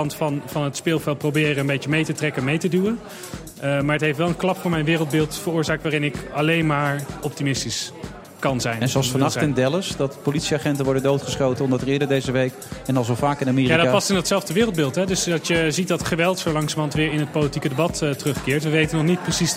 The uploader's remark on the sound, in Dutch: vanuit de Skylounge van het Double Tree by Hilton Hotel in Amsterdam.